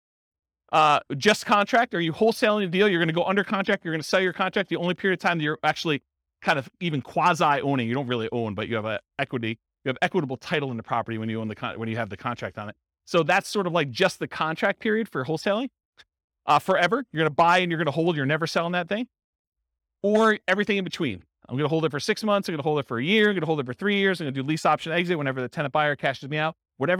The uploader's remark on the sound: This was a live class recorded